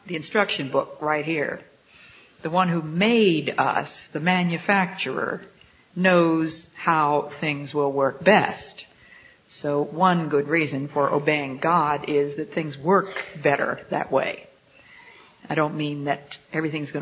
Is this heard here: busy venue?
no